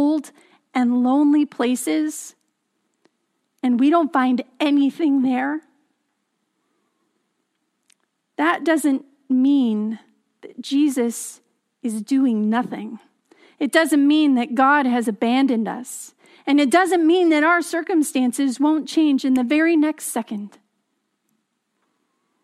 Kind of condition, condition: setting, large echoing room